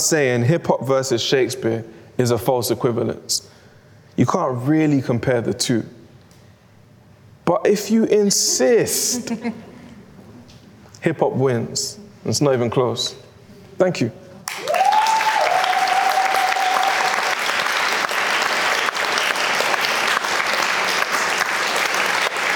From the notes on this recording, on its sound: This event was recorded on the 9th of June 2022, at Sotheby's in London